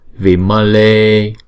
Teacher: chữ E là hai nhịp, vi là một nhịp, mơ là một nhịp